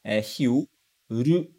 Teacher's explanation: Aqui a pronúncia do japonês não é Luiz, porque o LU, Lu, não existe no japonês. A gente aproxima esse som para RU, RU.